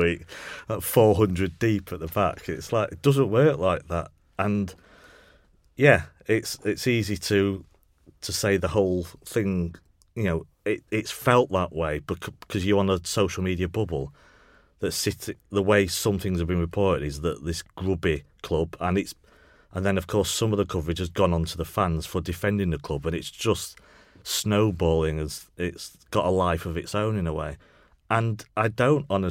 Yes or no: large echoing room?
no